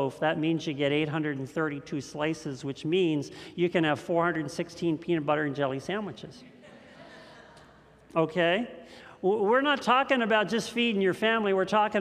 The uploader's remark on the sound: This message was first preached on August 15th 2021 at Linglestown Life Church in Harrisburg PA.